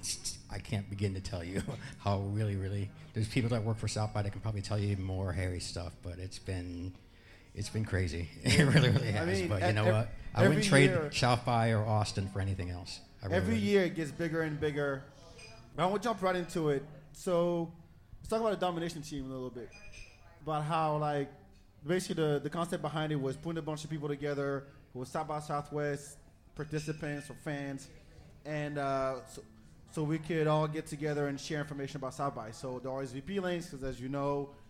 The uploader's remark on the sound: 4th Annual SXSW Preview Live From Collide ATX.